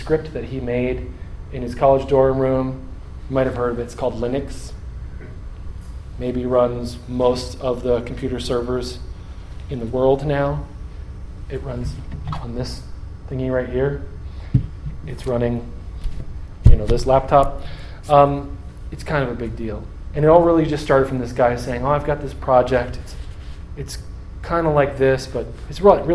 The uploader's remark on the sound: Audio from a talk I gave on January 16th, 2015